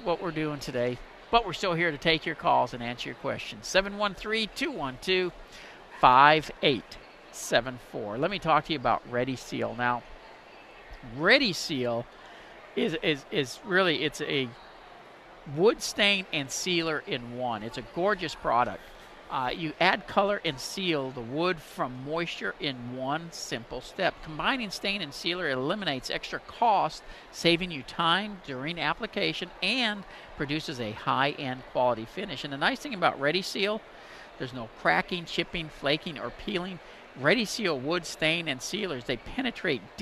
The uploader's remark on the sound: live from NRG